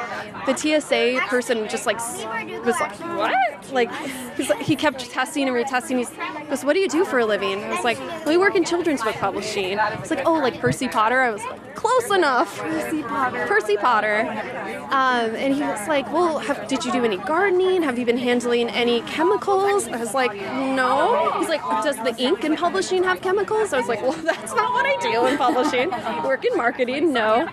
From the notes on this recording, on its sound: A mashup of lightning-round interviews conducted at the YALLWEST festival. A mashup of lightning-round interviews conducted at the YALLWEST festival.